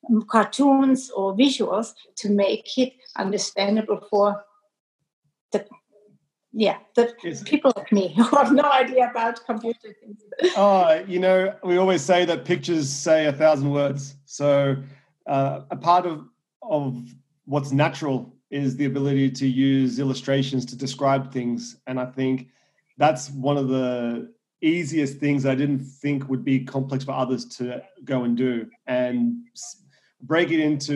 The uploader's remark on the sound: I was interviewing him via Zoom from his new home in California.